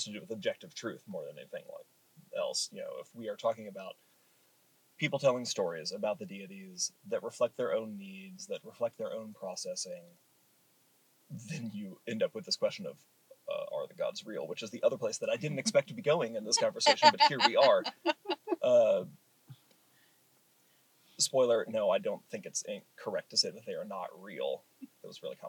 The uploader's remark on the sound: Our audio is a little odd on this episode as we figure out how to mic up three different people in the car. Sorry if it's a little unbalanced or quiet. We only have one source, unfortunately.